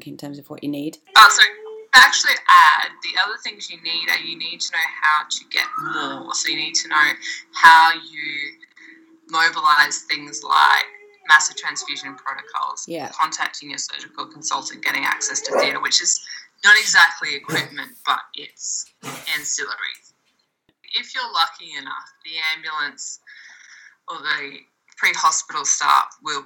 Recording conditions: poor sound quality